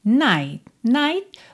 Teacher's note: você quase não escuta o T